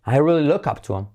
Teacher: Salto la H. Y hacemos la I como E.